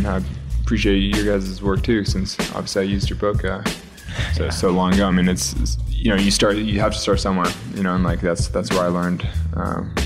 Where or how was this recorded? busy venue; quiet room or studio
busy venue